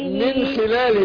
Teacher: إظهار مفيش إخفاء. من خلاله مفيش غنى هنا